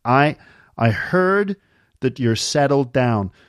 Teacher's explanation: But she's going settled with a duh sound, which is really American.